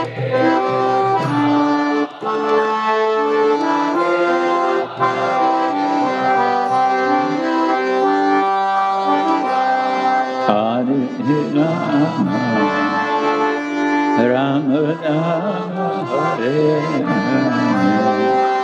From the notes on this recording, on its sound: Lecture from ISKCON Chowpatty temple.